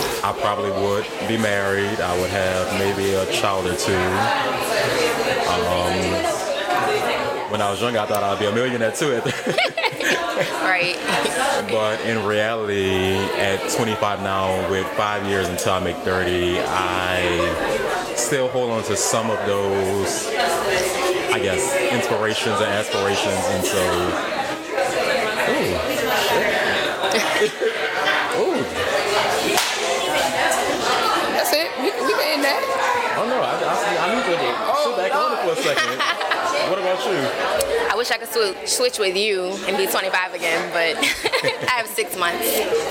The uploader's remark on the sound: We also kicked off the First Sunday Funday of the Year at Taste Lounge, so please bare with the increased background noise.